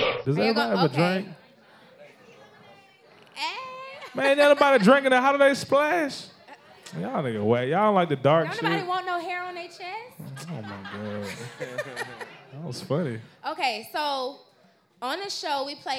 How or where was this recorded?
live audience